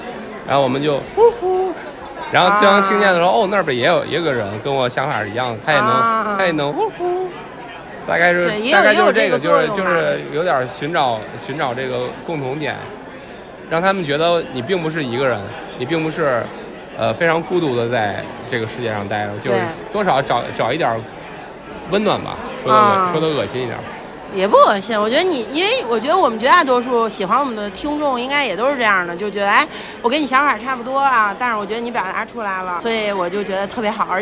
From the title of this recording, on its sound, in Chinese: 现场录制】我们受邀参加播客全球年会